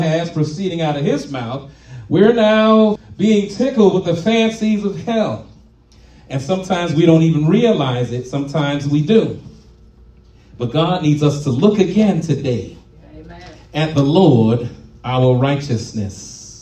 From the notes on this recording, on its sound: live at RACC